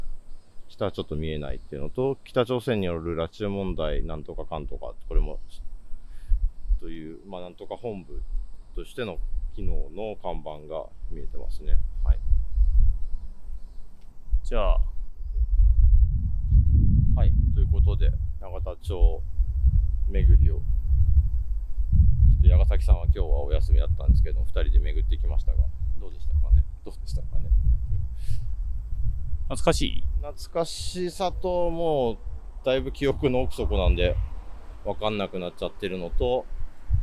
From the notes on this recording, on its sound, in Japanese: 夏休みお出かけ企画の第２弾は憲政記念館を出発して国会周辺を散策。後編は国会図書館から政党本部、旧永田町小学校などをぶらぶら歩きます。音声に風の音が入っていて御聴き苦しいかもしれませんがご了承ください。